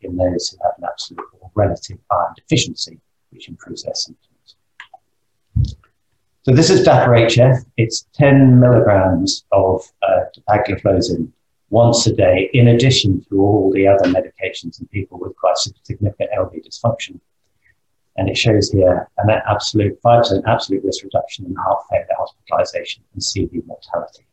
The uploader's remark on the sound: This recording is taken from the webinar Heart Failure & Dermatology Update.